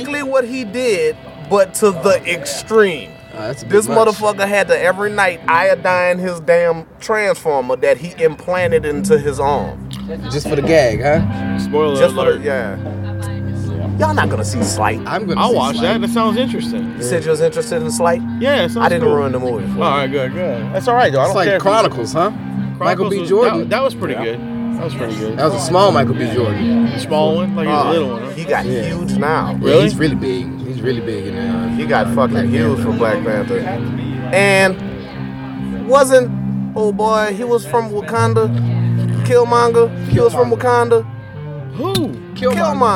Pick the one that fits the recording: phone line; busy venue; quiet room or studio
busy venue